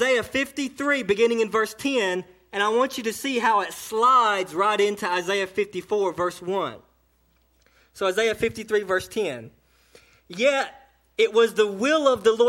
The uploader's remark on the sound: a sermon delivered to Cottondale Baptist Church in Eastman, GA, on 4/22/18 during the 11am service